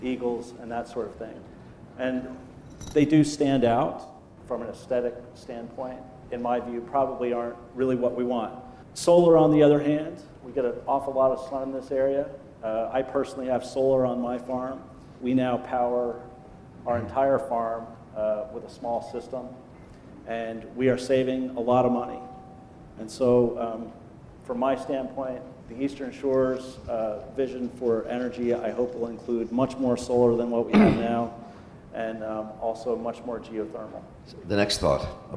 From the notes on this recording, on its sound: We listen to a panel discussion I moderated two weeks ago at the 16th Eastern Shore Planning Conference in Easton, Maryland.